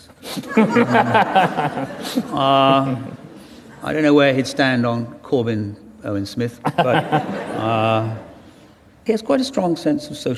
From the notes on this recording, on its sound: The award-winning novelist explains to a Guardian Live audience.